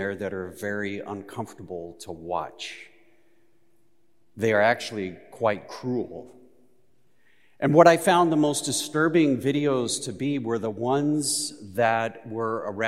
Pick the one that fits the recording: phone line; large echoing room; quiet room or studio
large echoing room